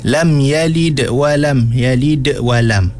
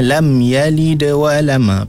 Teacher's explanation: Qalqalah pada di tengah tu, qalqalah sughra tu, jangan putuskan. · Shown in: second take